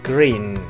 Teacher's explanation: Aunque se escribe con doble E, dos veces la E, es uno de los sonidos que se encuentran en el idioma inglés y en el español así nada más, como una I larga